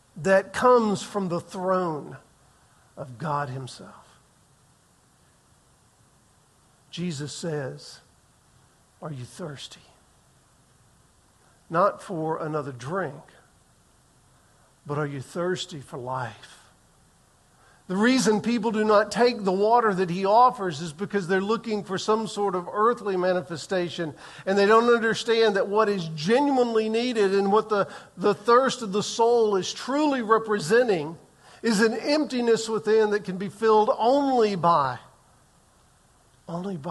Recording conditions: large echoing room